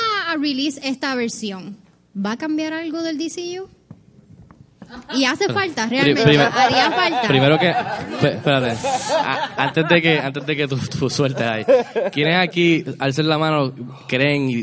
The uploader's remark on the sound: Puerto Rico Comic Con 2019 Panel. Llevado a cabo por el equipo de Movie Network en el Puerto Rico Comic Con 2019.